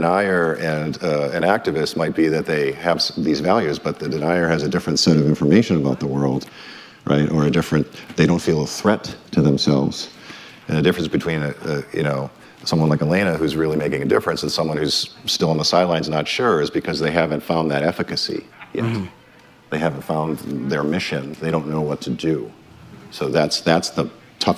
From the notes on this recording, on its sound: joined on stage at this 2022 Aspen Ideas Festival event